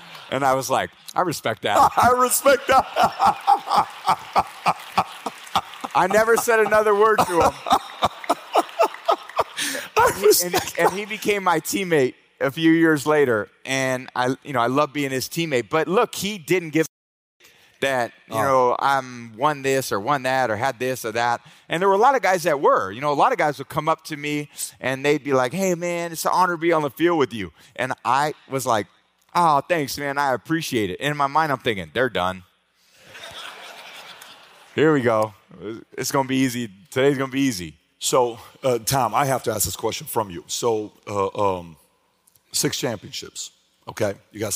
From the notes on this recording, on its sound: Hosted at the 2023 VAULT conference